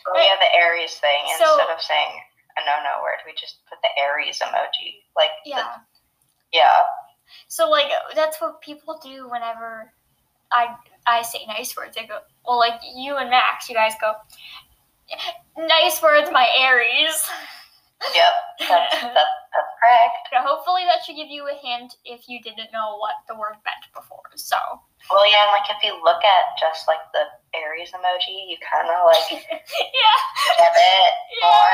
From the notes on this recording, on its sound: Sorry for the terrible audio the way we uploaded this was a bit weird.